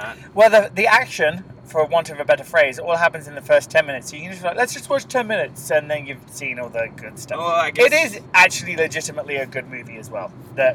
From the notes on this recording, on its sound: Live from the carpool. Anyway to rectify that conundrum we decided to record an episode on our way home from work.